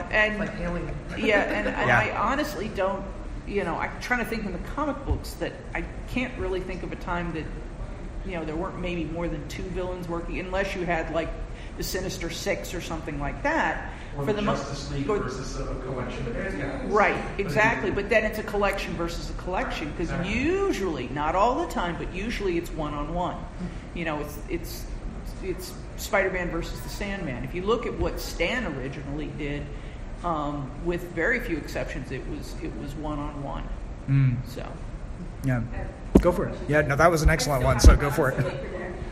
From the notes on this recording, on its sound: I’m posting a recording of a panel I joined for Heliosphere 2019.